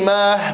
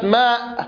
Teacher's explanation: من أجل أن الهمزة قريبة من الهاء في المخرج، نجد أنه في لغة العرب أن الهاء تبدل همزة أو العكس. فكلمة ماء على سبيل المثال يقال في اللغة ماه بالهاء هكذا، وكلمة موهن، فيجوز إبدال الهمزة هاء.